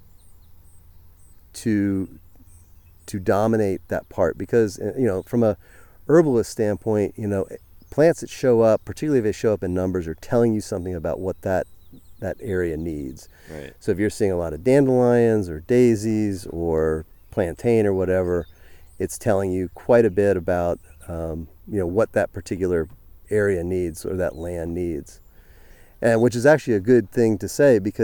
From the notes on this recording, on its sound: His own biodynamically enlivened orchard and mushroom operation in central New York. It was the first in-person interview I’ve done on location. As we walk through the trees and other plants. You’ll hear the sounds of birds and orchard life all around us in the background as we talk.